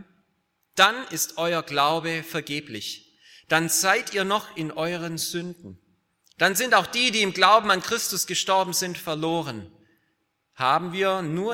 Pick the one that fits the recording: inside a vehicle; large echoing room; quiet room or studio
large echoing room